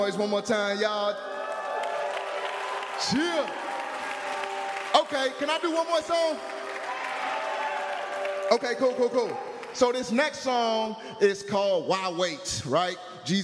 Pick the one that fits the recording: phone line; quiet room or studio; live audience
live audience